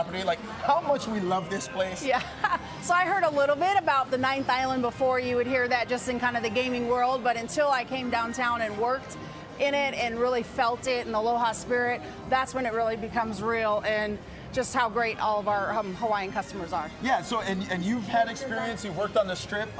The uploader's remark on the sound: Live at the famous Market Street Café, plus here in studio local artist.